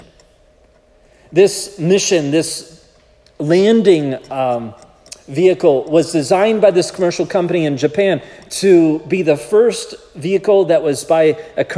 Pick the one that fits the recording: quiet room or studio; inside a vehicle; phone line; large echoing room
large echoing room